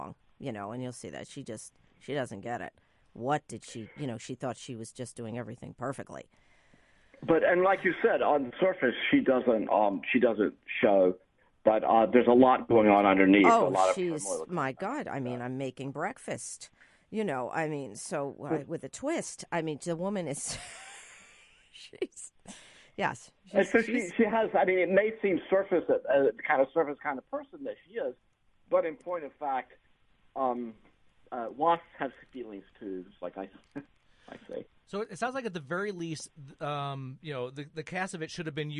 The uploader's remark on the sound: Via three separate phone lines. One of the actors in the Indy production in studio.